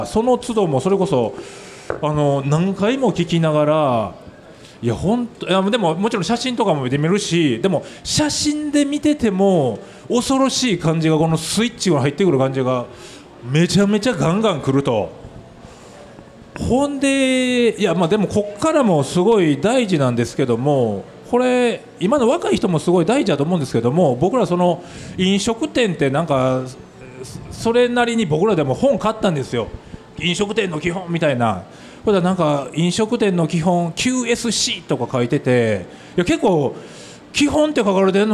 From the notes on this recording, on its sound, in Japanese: 今回の配信はArcade in 那智勝浦2023で行われたkisen radio presents Arcade RADIOの公開収録4回目です。